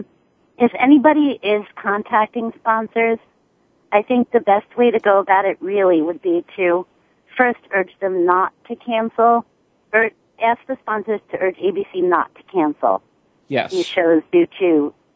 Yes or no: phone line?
yes